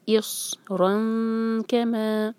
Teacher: تنوین کے بعد کیف ہے، تو یہاں پر ہم نون کی آواز، جو تنوین میں جو نون کی آواز آتی ہے اس کی آواز کو چھپائیں گے اور کیف کے لیے تیار کریں گے. اصرن کما کا ایک حرکہ، ما دو حرکہ، مد تبعی ہے.